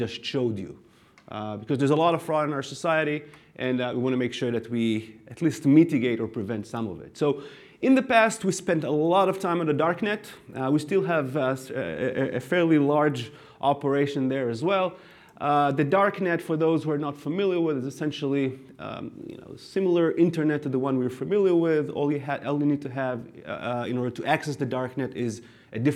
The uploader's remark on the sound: recorded at the Point Predictive 2023 Auto Lending Fraud Roundtable